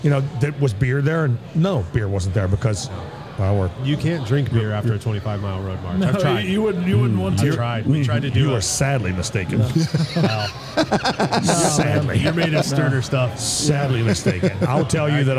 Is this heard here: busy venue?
yes